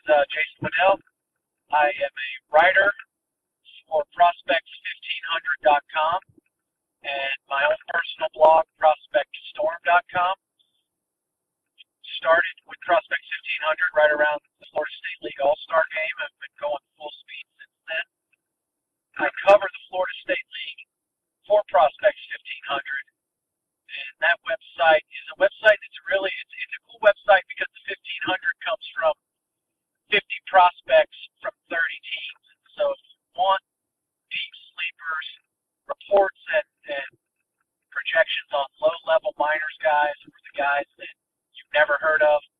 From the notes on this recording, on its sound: Truth be told, the audio is a little rough. Made the call from the car. Enjoy the smooth sounds of the road.